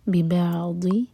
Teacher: زبان کا ٹپ نہیں یوز کریں گے، زبان کی سائڈ سے پڑھیں گے · Term: ضاد